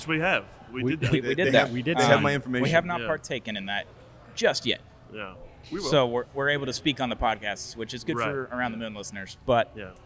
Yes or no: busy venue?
yes